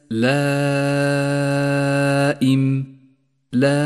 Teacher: اجتمع حرف المد والهمزة في كلمة واحدة، ولذلك سمي هذا المد مدا متصلا، والواجب هنا أن مده خمس حركات وجوبا، وقد ميز المد المتصل باللون الأحمر إشارة إلى مده خمس